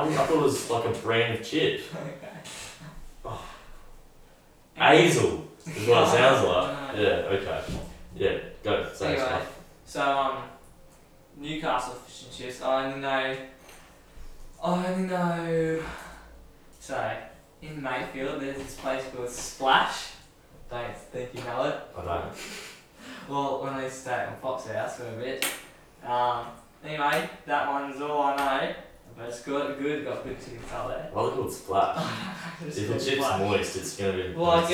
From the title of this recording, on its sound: poor audio